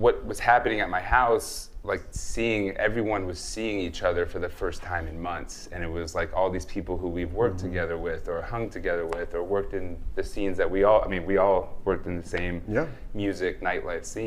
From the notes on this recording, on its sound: Snacky Tunes Salon Live at ChowNow. This week we kicked off Snacky Tunes Salon, our new live series in partnership with ChowNow .